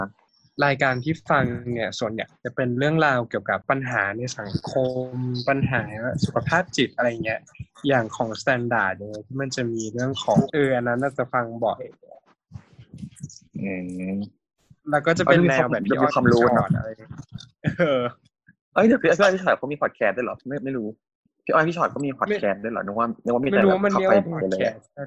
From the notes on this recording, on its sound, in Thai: ขออภัยในความไม่ชัดเจนของคุณภาพเสียงด้วยนะครับ